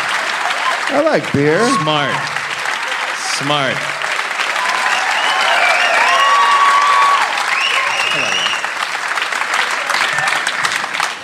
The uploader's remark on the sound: Live from Melbourne, Australia